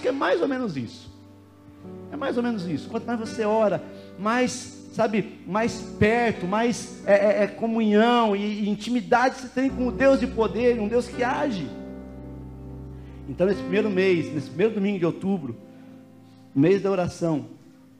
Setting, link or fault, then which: setting, large echoing room